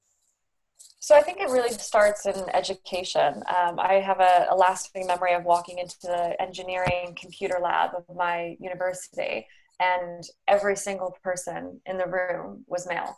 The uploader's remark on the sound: joined over Zoom